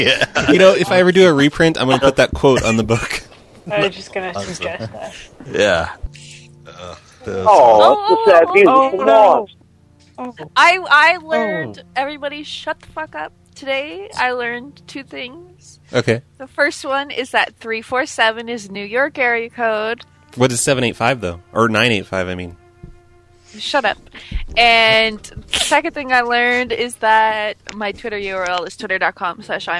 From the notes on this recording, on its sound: Personal Prank Phone Calls Collection